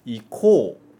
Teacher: ele estica esse ko